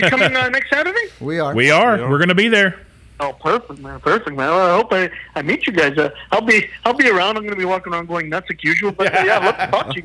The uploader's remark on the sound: we have a special guest phone